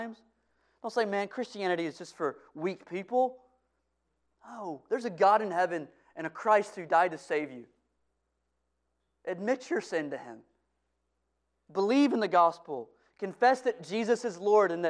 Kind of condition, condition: setting, large echoing room